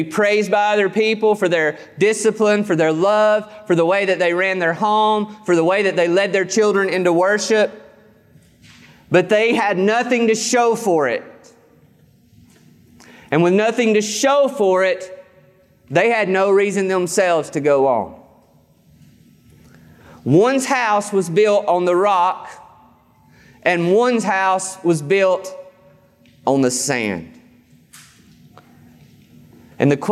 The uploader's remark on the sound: This sermon was recorded on August 15th, 2021 at Matthew's Table Church in Cleveland, TN.